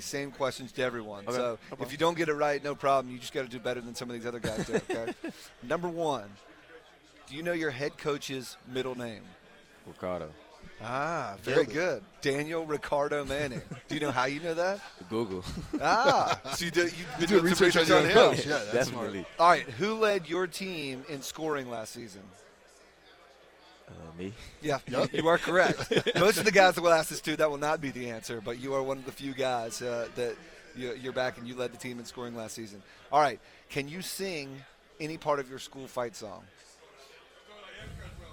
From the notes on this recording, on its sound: joins the SportsChannel8 crew live in Charlotte for ACC Operation Basketball